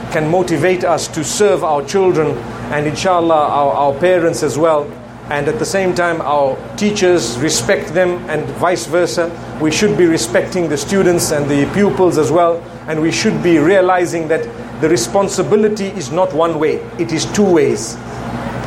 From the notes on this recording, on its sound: Part of the Inspire Tour of the Caribbean, this talk was delivered at the Muslim Fair at the National Cricket Centre in Trinidad and Tobago.